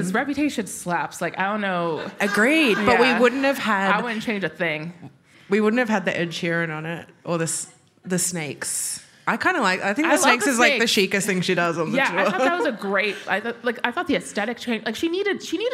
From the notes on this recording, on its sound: This event was recorded on Tuesday 13 February 2024 at The Wheeler Centre.